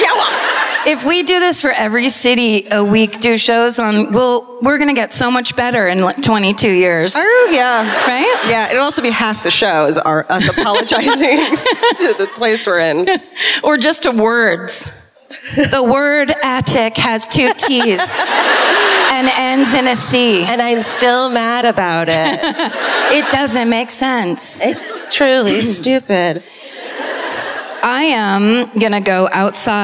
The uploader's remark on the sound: Live at the Sony Centre in Toronto (Night Two).